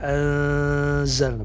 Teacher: Di sampingnya ada nun sukun bertemu dengan huruf zai pada kata anzal, ini namanya ikhfa, ya. Ikhfa artinya samar-samar antara bunyi nun sukun dengan huruf yang ditemuinya, dalam hal ini adalah huruf zai. Jadi bunyinya antara nun sukun dengan huruf zai, anzal, bukan anzal, tapi anzal.